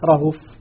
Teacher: فلما يقف عليها على قصره يسهل الهمزة